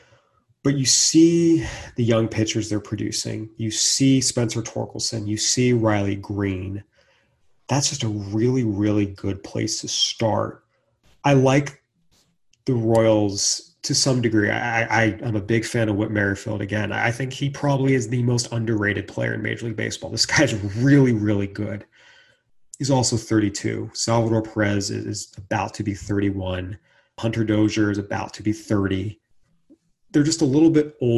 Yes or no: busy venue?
no